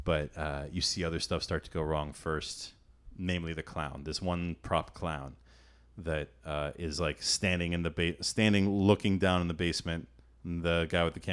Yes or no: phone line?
no